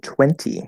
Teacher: usually we drop the T and we'll connect the N, that's NT plus vowel connection rule.